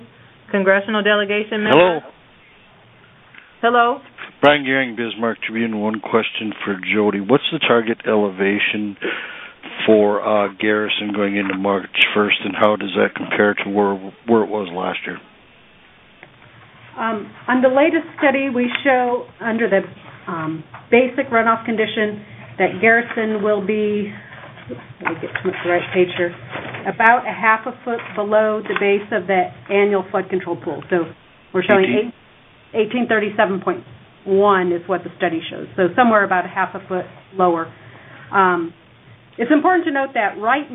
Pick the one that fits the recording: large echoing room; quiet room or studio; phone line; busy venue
phone line